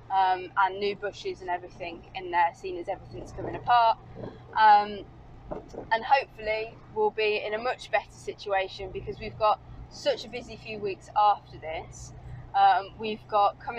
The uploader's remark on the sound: all recorded from my 1968 Morris Minor, Peggy